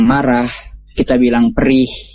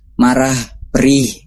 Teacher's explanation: kalau kita mengucapkan H yang di ujung, huruf H yang di ujung, kita lebih condong ke H yang lembut